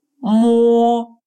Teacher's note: «о» произносится как русский «о», но более напряженный, как в слове «трогать» – «мо».